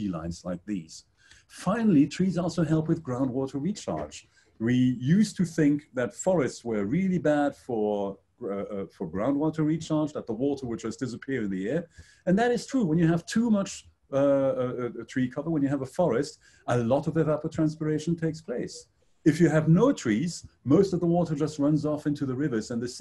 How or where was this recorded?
video call